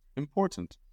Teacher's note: La T final suena fuerte, la R suavecita.